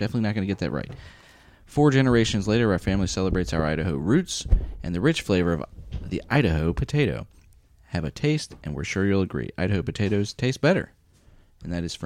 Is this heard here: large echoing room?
no